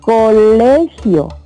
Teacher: La sílaba tónica es le, porque lleva la mayor intensidad